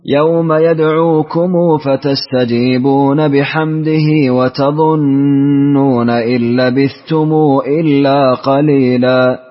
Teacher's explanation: أنت وصلتها بلا مد، وصلت الميم بلا مد